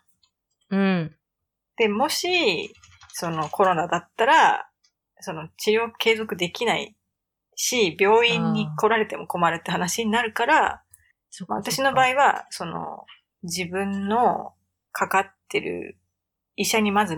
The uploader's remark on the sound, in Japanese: タイピングの音など、雑音がおおくてすみません！家族がWFH中ということでお許しを……